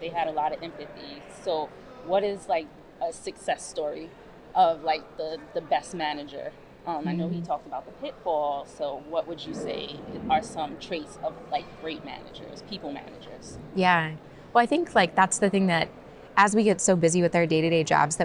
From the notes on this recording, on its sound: The team talks to DEIB professionals at the From Day One Conference 2023.